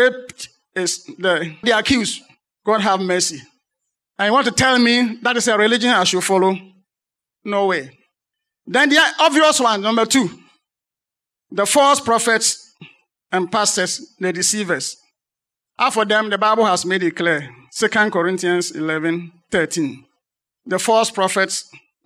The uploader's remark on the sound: Sermon preached at CBC Shiashie Campus